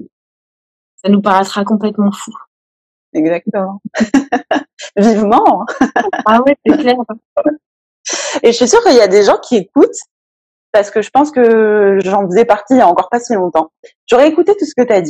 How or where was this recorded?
video call